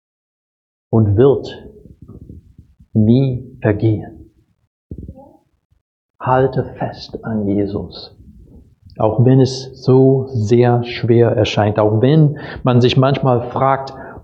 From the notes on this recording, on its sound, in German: Predigt aus dem Gottesdienst